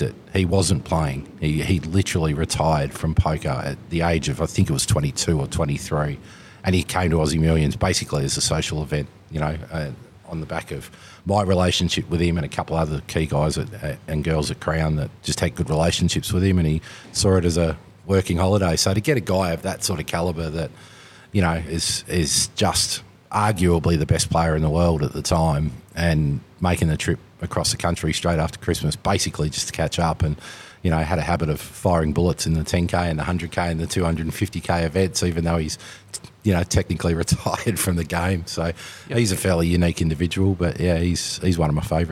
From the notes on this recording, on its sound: live at the APLPT Melbourne at Club Italia